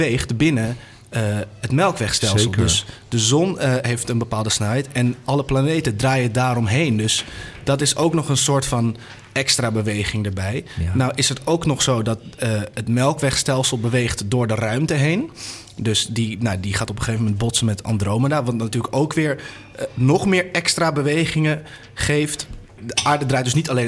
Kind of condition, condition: setting, busy venue